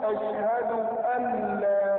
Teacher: وكما قلنا لما جاءت أن مساكنة وبعدها اللام أدغمت النون في اللام إدغاما كاملا